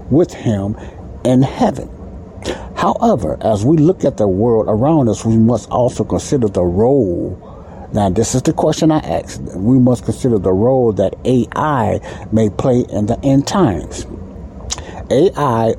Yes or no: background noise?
yes